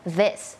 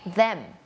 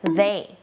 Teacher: ไม่ใช่ดอเด็กอย่างเดียวเนาะมันมีความสั่นนิดนึงแล้วก็มีลมออกมานิดนึง